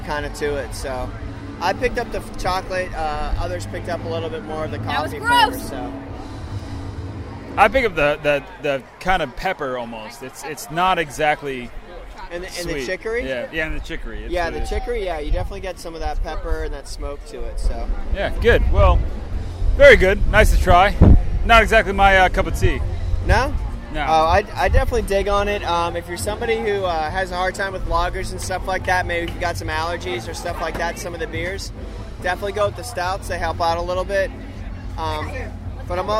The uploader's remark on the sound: LIVE Epcot Food Wine